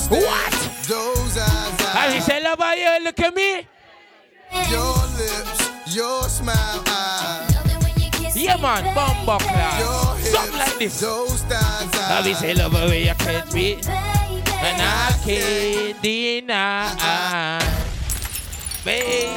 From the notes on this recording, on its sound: GALLOWEEN 2023 LIVE AUDIO. Live Audio from GSB Entertainment's event Galloween.